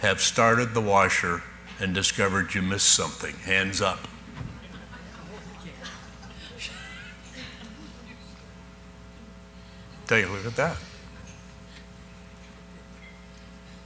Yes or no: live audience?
yes